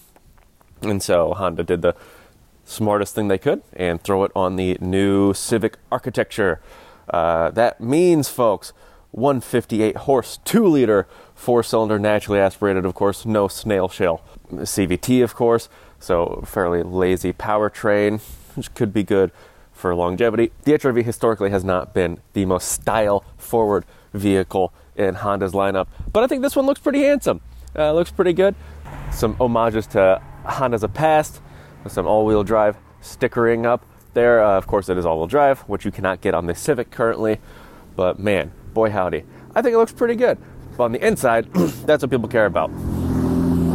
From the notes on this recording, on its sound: taking you along on a live recorded drive review